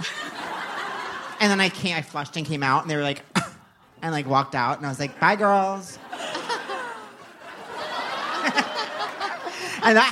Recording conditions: live audience